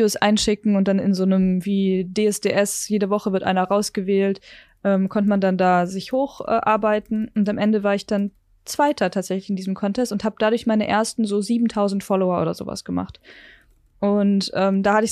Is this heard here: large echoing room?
no